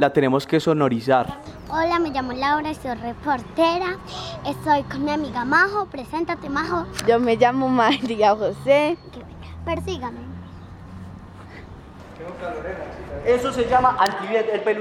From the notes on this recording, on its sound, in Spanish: hoy los saludamos desde la plaza de mercado de Manizales